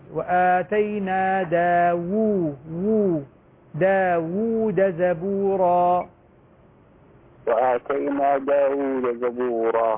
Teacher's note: وآتينا داود، هي فيها واوين، تفتحها رسمت بواو واحدة ووضعت بعدها واو صغيرة، ننطق بالواو دون همز